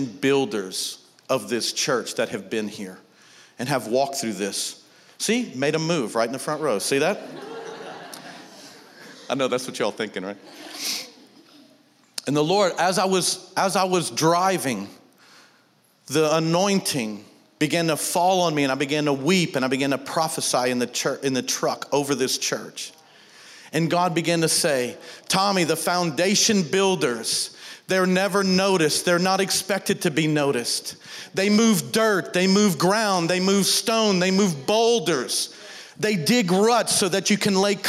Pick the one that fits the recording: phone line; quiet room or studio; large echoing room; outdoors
large echoing room